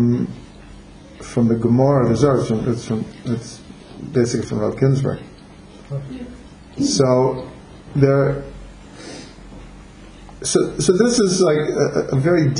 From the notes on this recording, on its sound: This audio is a recording of a Chanukah gathering that includes teachings, stories and music relating to Chanukah.